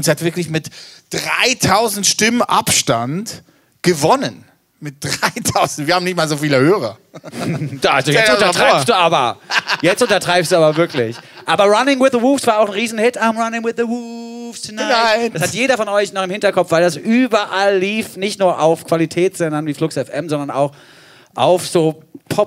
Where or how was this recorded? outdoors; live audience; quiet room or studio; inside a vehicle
live audience